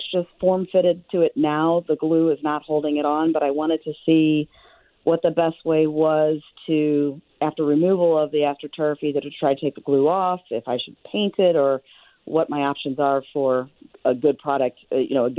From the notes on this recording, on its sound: takes your phone calls